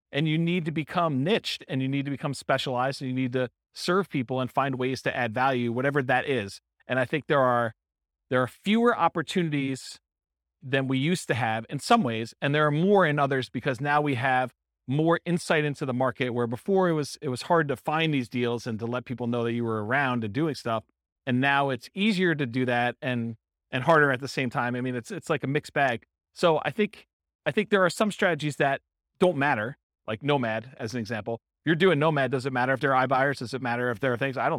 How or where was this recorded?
live audience